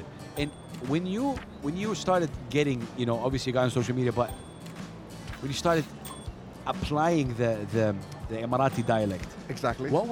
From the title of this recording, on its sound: Live from SIBF 2023